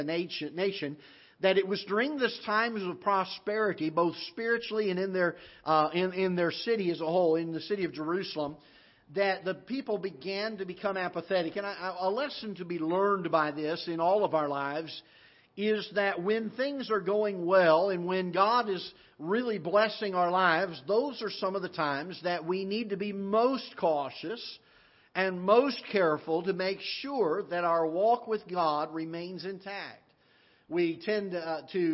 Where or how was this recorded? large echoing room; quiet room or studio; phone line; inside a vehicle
large echoing room